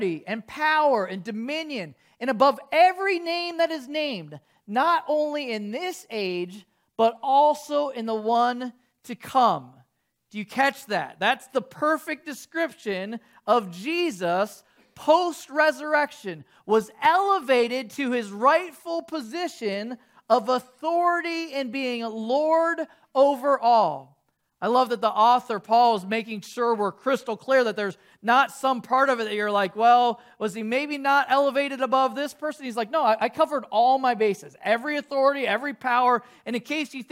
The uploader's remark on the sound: 8:30AM service video soundtrack